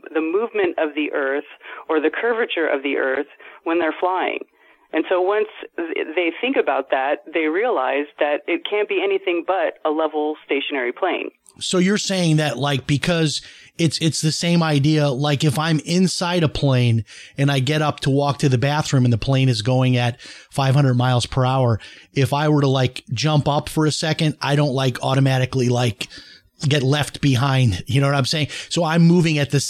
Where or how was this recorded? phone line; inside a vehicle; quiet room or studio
phone line